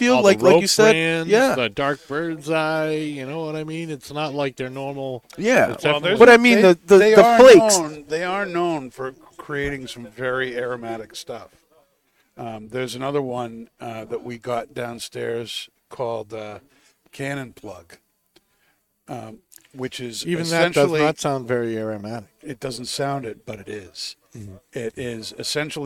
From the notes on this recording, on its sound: Recorded live from the 7-20-4 Lounge!